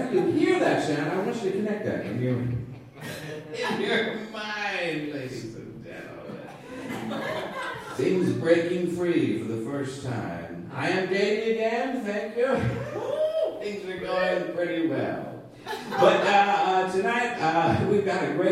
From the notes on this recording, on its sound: a fantastic live show